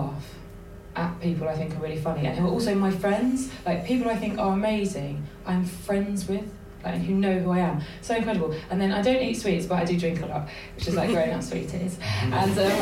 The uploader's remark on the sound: Recorded live at the Gilded Balloon during the Edinburgh Fringe.